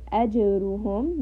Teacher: If any of these letters have a sukun, we apply qalqala. So here, I say ajruhum. There is that slight bouncing sound.